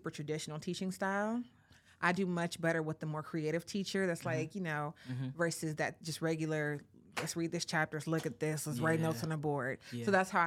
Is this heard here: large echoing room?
no